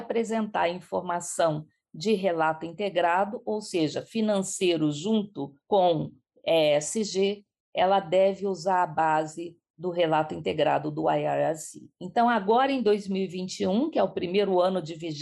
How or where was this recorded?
video call